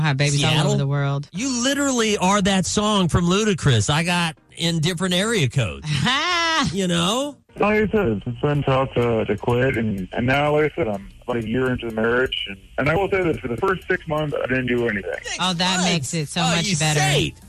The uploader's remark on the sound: called